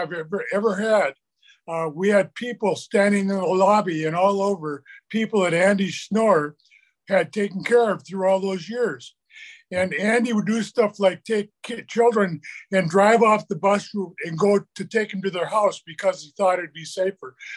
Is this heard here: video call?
yes